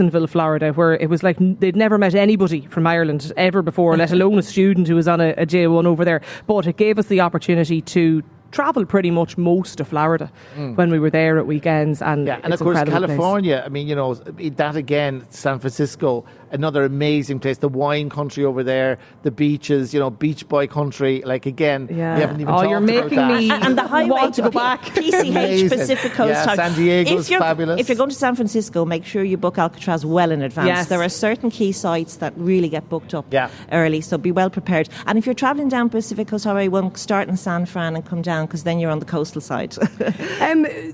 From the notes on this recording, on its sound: LIVE at the Friends Experience in Dublin.